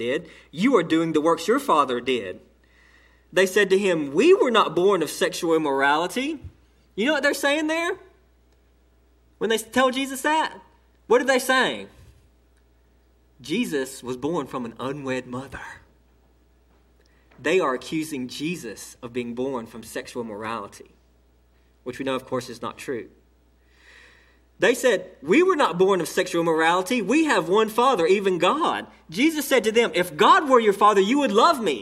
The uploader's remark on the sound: delivered to Cottondale Baptist Church in Eastman, GA